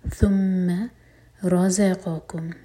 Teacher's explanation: ثا کے لیے ہماری زبان اوپر والے دانتوں کو ٹچ کرتی ہے اور تھوڑی سی ٹپ باہر ہوتی ہے